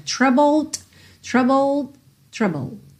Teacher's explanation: Atenção aí, como o E de troubled não é pronunciado, você tem o BL, bull, bull, e depois o D, troubled, troubled. E o D, como ele é uma consoante oclusiva, vem fechando, ele pode aparecer mais, menos ou nada